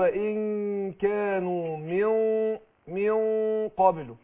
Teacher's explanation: أفخم الغنة بتاعت الإخفاء